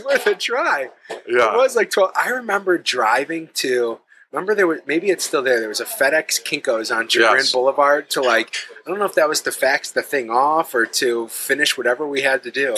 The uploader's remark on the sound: This episode was recorded at Stownut Donut & Diner.